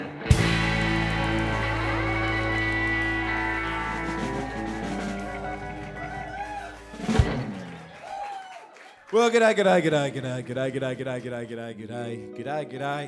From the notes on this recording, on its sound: Our very first episode for 2019 was recorded live at the legendary Grace Emily Hotel.